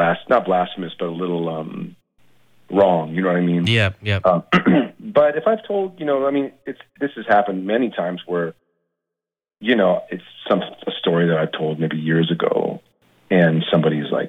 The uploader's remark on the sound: chats on the phone